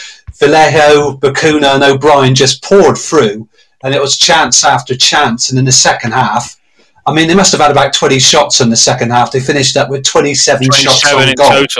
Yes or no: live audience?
no